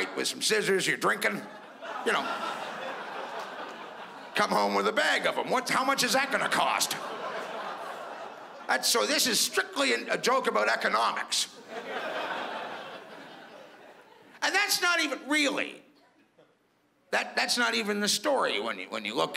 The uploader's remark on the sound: stand up from the Just For Laughs Festival in 2015